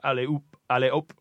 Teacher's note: It comes from H-O-P, ope. It sounds like ope in French, because you don't pronounce the H.